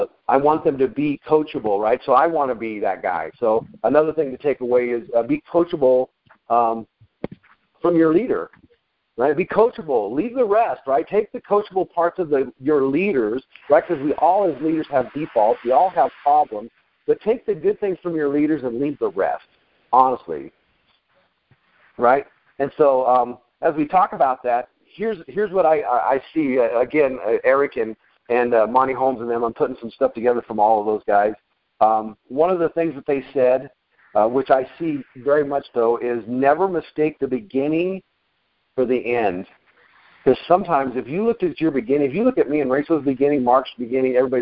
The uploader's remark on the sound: Friday Morning Conference Call